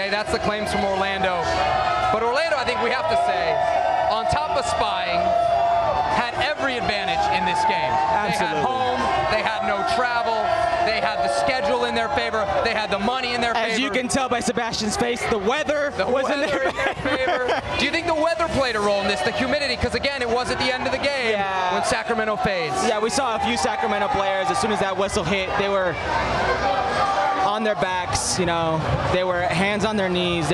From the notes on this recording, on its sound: live from Orlando City’s Exploria Stadium